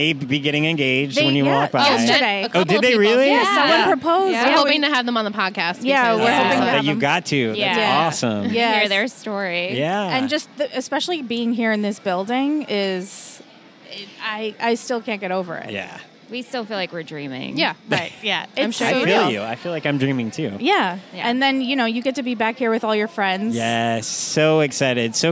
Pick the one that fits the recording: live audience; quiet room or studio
live audience